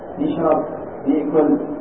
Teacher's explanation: في بعض لهجات الناس الى هذا اليوم موجود النطق بهذه الاحرف مكسوره